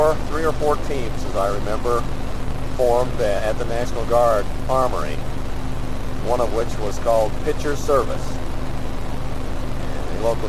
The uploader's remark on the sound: Driving into work